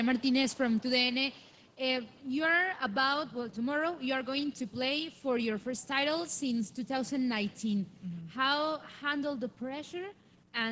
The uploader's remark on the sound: Press Conference Post Match. WTA Guadalajara 2022 Semi Final.